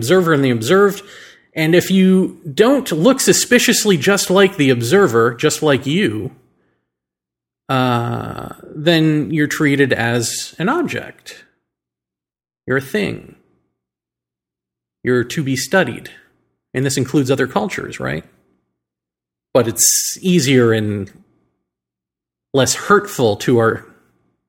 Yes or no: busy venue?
no